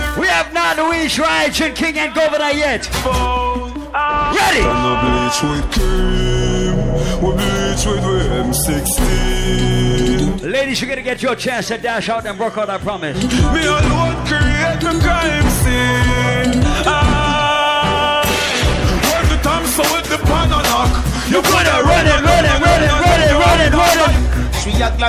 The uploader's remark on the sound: Live audio from Seafood Tuesdays at Manville in NY